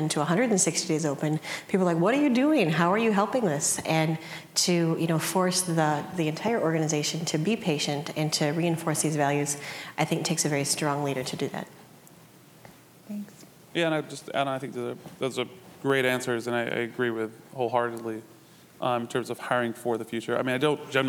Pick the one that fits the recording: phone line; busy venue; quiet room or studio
busy venue